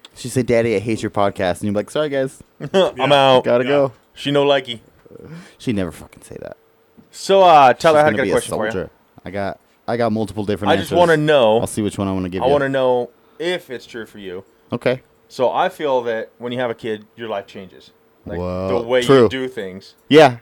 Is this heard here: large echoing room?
no